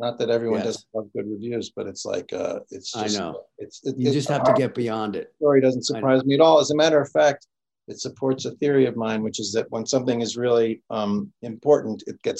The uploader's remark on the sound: in a spoiler-filled virtual Q&A